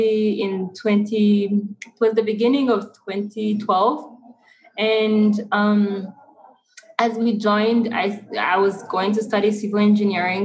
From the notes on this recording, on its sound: Please note that the recording conditions were not optimal. In spite of our best efforts, there is still some residual background noise.